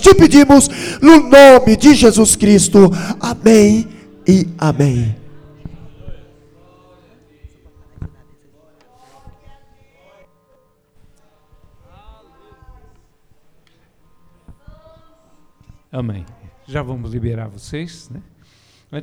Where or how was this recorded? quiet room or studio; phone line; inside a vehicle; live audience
live audience